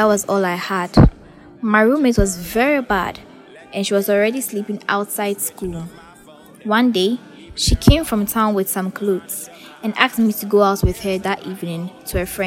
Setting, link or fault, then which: fault, background noise